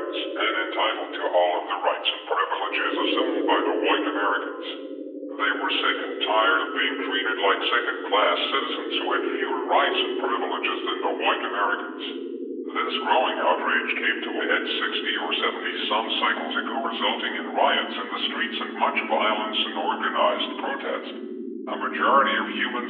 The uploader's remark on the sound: the quality of the transmissions are still being intentionally distorted